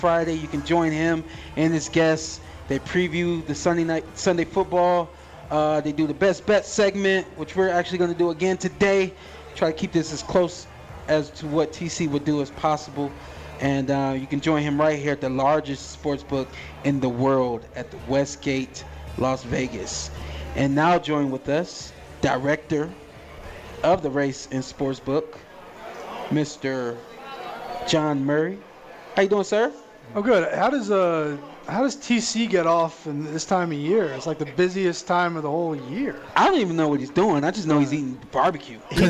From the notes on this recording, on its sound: live from the Westgate Superbook